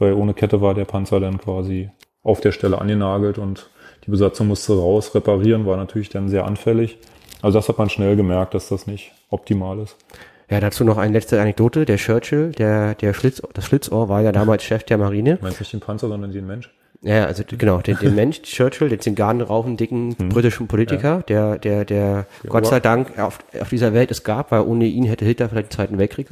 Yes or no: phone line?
no